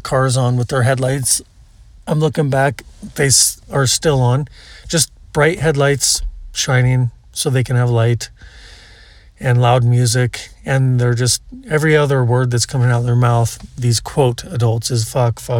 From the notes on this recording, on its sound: They contribute to noise pollution through partying, undisciplined children, and the use of the dreaded diesel generator. When I record an episode in a noisy campground filled with trashy travelers. This episode was recorded at a campground near Moab Utah during the nighttime.